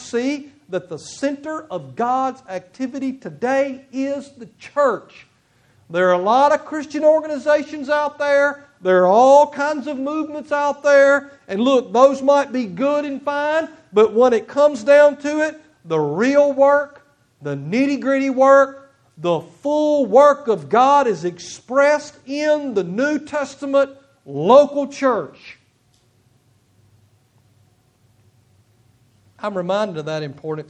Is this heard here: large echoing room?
yes